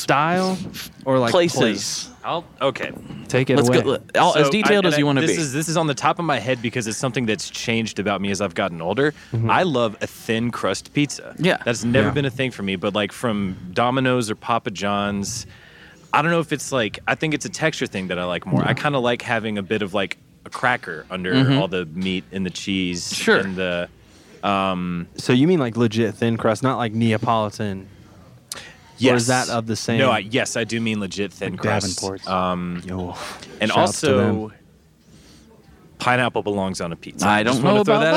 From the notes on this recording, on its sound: These Fairwell Fest episodes are recorded in the "green room area' of the festival and it is a much different environment than I'm accustomed. You'll notice the vibe is slightly different, but not in a bad way.